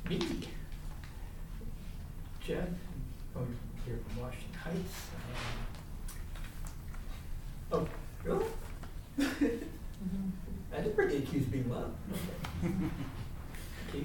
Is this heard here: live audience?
yes